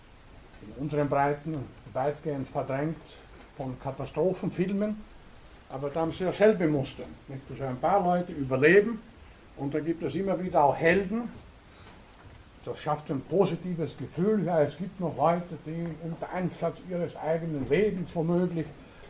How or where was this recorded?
large echoing room